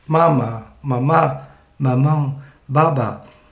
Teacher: La nasal bilabial M imita el moviment dels llavis del nadó en el pit de la seva mare i la A és la vocal d'obertura màxima, la més audible de tot l'espectre vocàlic